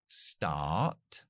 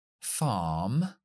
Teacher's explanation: Cuando metemos la R después de la vocal, se convierte en el sonido ah.